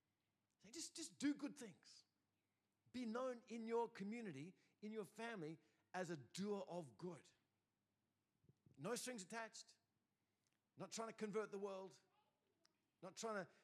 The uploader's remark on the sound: first preached in C3 Bathurst on 20 August 2023